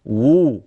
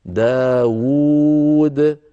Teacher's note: الواو الأولى مضمومة والثانية ساكنة مدية، في الخط نجد واو واحدة، لذلك علماؤنا جزاهم الله خيرا